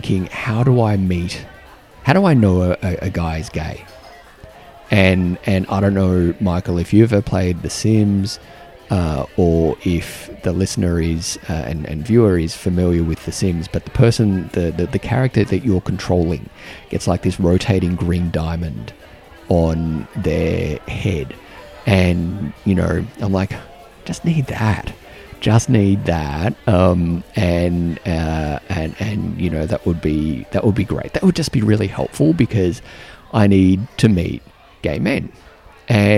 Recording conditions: busy venue